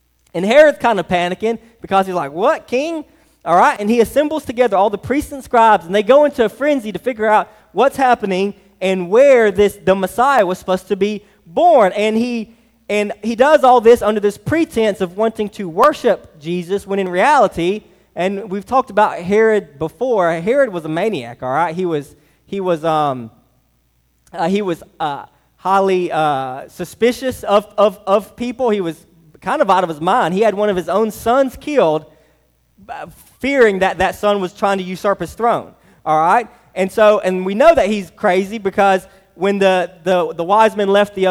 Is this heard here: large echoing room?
yes